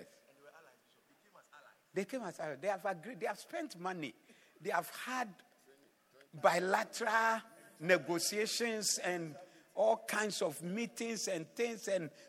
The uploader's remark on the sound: Preached at the Doxa Service 15052022